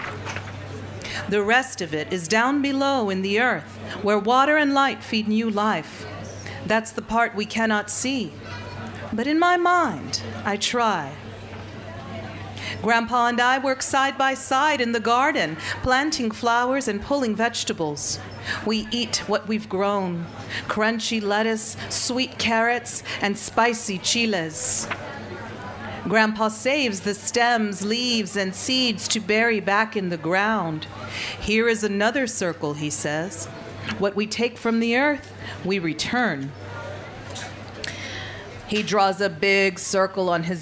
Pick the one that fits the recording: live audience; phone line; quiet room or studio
live audience